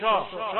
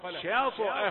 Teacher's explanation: شين رقيقة ثم تأتي الطاء مفخمة ومقلقلة · Shown in: second take